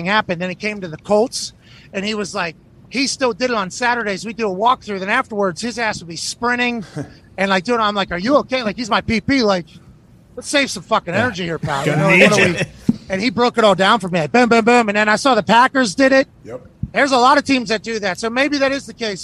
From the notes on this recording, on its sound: Live on location in Boone, North Carolina from the set of College GameDay.